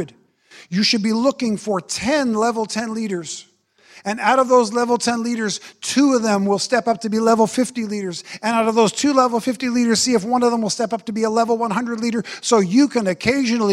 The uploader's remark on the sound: Special series from our Apple Tree Gathering conference.